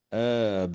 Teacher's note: قوله تعالى: ومن آبائهم وذرياتهم وإخوانهم، تظهر النون الساكنة عند الهمزة في قوله تعالى: ومن آبائهم، وتمد الألف بعد الهمزة في كلمة آبائهم من قبيل مد البدل بمقدار حركتين